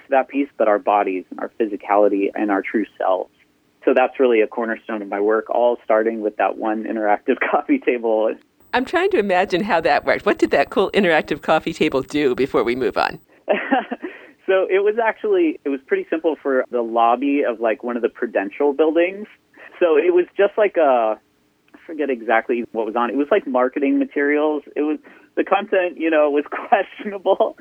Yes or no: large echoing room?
no